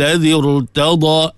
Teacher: Ra dibaca dengan tebal. Walaupun sebelum dia kasrah, irtada. Tapi kasrah tu bukan kasrah asli.